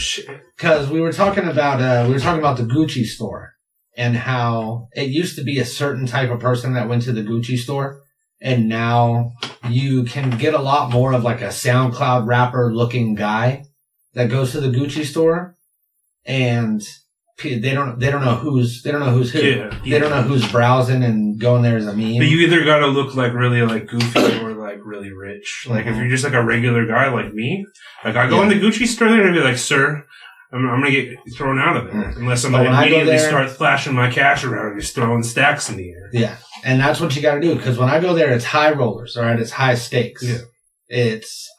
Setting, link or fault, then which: fault, poor microphone